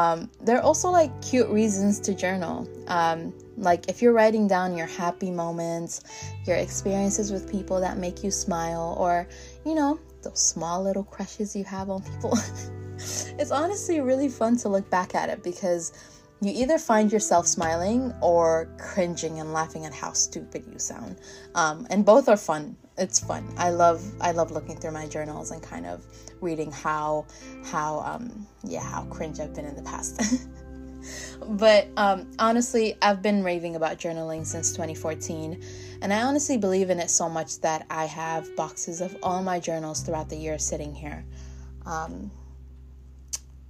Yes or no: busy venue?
no